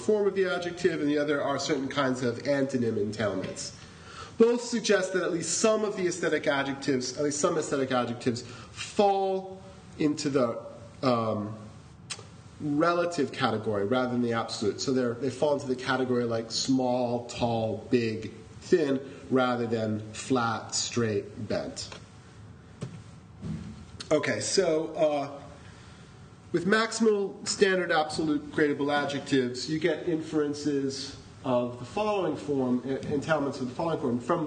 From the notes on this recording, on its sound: This is a recording of the workshop. Senate House, Chancellors Hall.